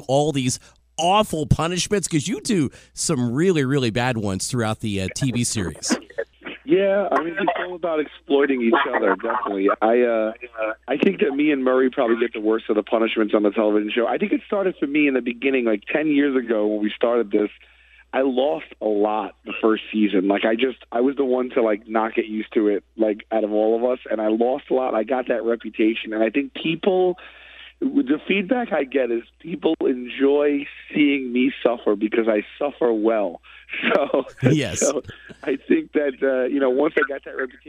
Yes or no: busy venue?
no